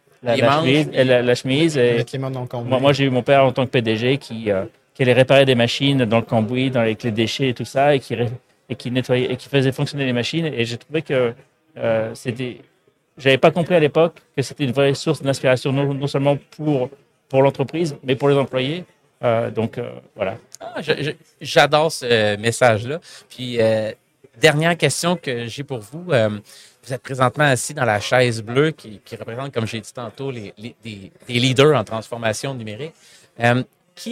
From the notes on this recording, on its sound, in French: En direct du Hardtech à Toronto